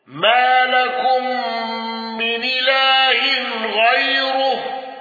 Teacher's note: الأزرق بالنقل وترقيق الراء المضمومة